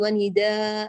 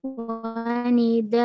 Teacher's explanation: المد العوض يلحق بالمد الطبيعي فأعطيه حركتان · Shown in: second take